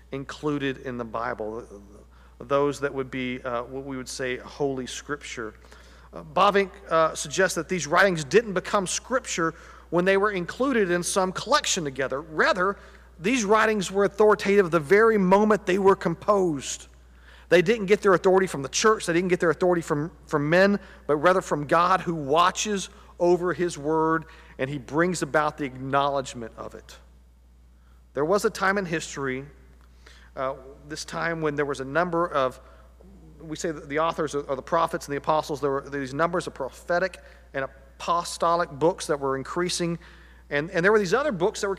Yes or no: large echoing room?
yes